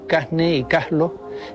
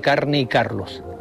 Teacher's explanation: aspiran la R cuando ésta aparece ante las consonantes N o L · Shown in: first take · Así se dice en algunas zonas de Canarias, Casne y Caslo, en lugar de Carne y Carlos.